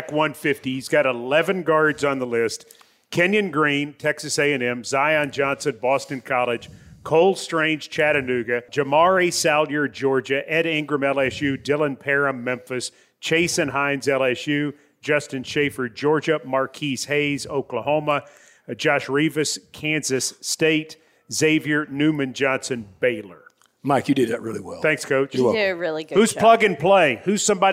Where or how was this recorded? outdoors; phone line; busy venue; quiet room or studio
busy venue